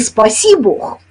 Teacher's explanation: «спаси Бог» ударение отдается глаголу «спаси»